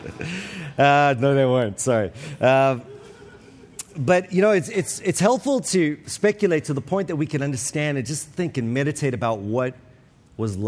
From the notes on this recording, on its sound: This week's episode is from the 2023 Pactum Conference